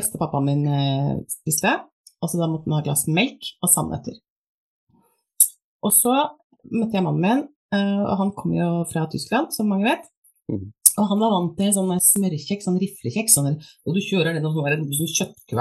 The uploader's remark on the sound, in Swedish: LIVE på Instagram